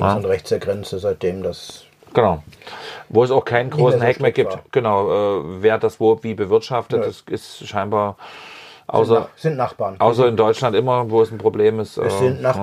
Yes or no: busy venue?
no